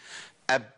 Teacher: لكن الباء بتخرج بانطباق الشفتين